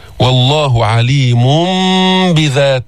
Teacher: إقلاب التنوين اللي هو نون ساكنة ميما عند الباء